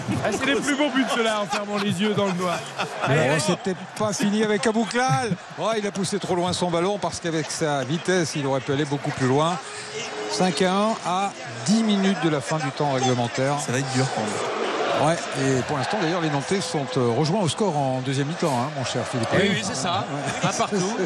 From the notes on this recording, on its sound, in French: en direct du stade de France